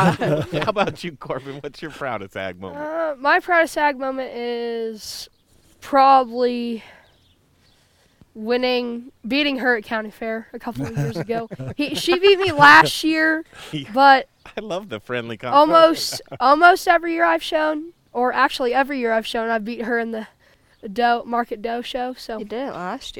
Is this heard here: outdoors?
yes